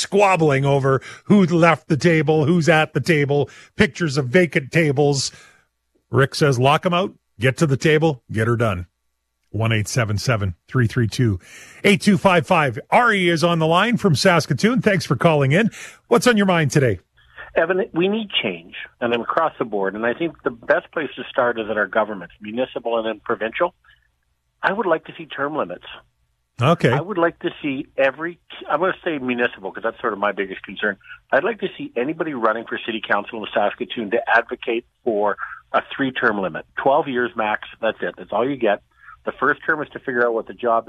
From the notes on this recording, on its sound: opens up the phone lines to take your calls